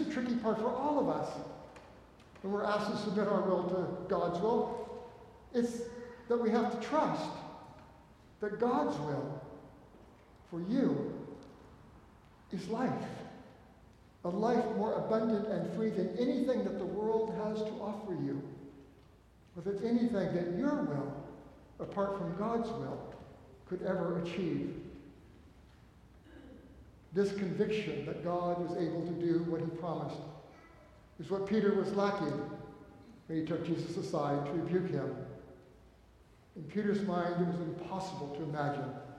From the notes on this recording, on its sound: recorded live at the 10:00am service on Sunday, February 25, 2024.